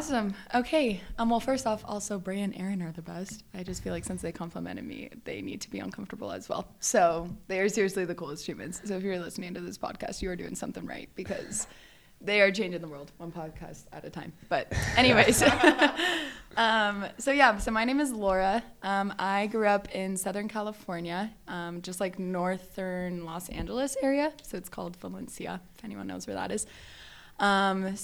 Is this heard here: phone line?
no